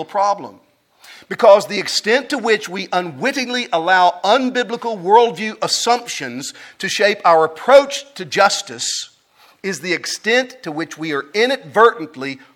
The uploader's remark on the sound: at the Founders “The Gospel and Justice“ National conference in Louisville, Kentucky